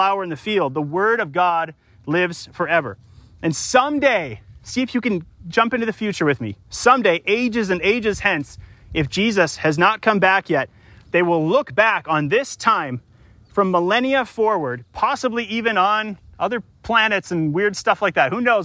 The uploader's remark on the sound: Delivered live, at Crosby Regional Park in St. Paul, MN.